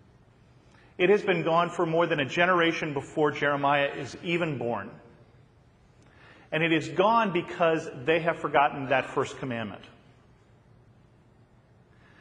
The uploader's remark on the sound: a sermon that I recently preached at my home church